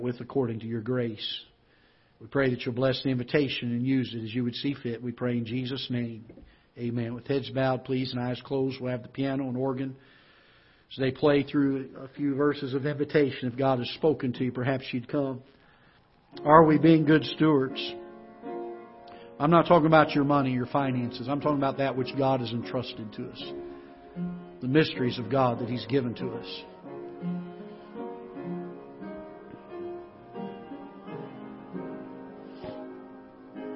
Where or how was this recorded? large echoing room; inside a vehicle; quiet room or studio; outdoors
large echoing room